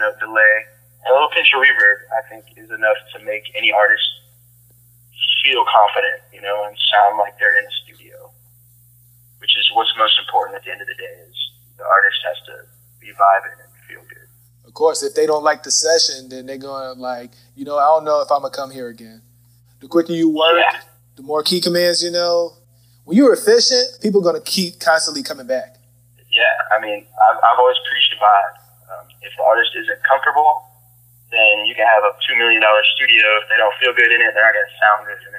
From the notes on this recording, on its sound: Phone Interview.